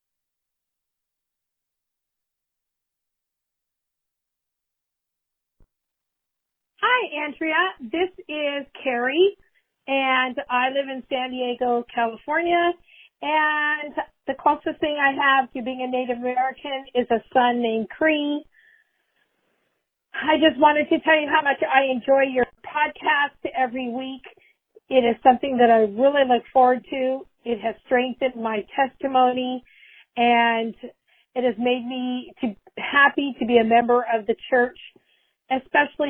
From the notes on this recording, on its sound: These women called in to share some of their experiences